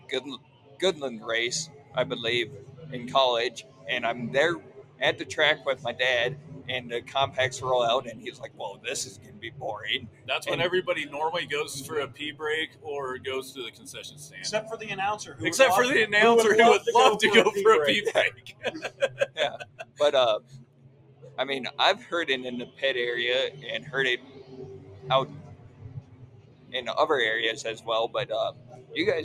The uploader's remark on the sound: Live from RPM's test and tune night ahead of the 2023 Mike Hughes Memorial Sunflower Classic.